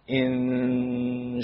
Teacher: Ada sisa-sisa sifat nun padanya. · Term: ikhfa